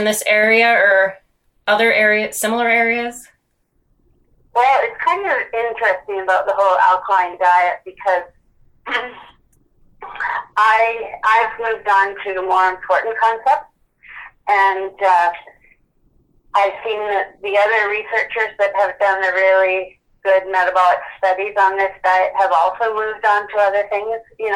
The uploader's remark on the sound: via a phone call